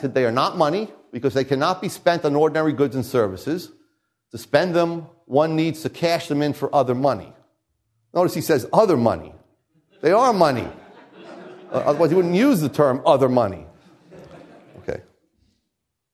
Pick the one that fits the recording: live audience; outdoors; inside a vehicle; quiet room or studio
live audience